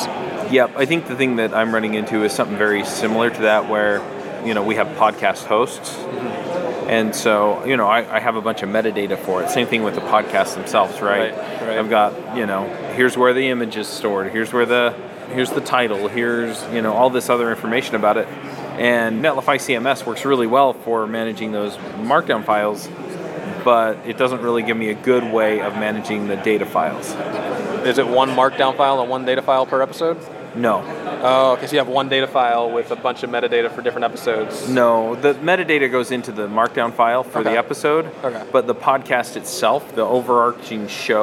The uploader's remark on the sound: React Round Up at JAMstack Conf SF 2019